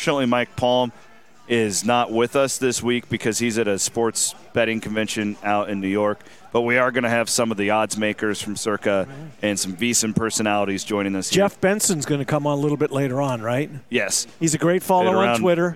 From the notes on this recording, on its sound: Pair up to cover a TON of hot topics from the floor of Circa Sportsbook in Las Vegas.